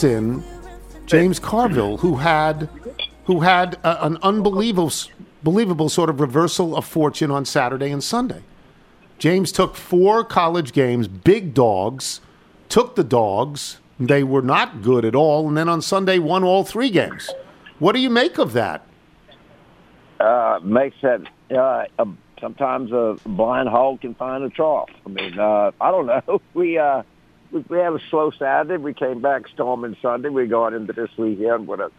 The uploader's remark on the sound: Phones in to give his thoughts. Call in with their weekend picks.